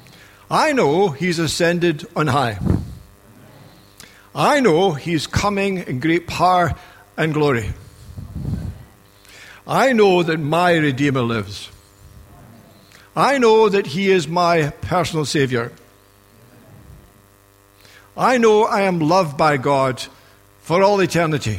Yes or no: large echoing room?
yes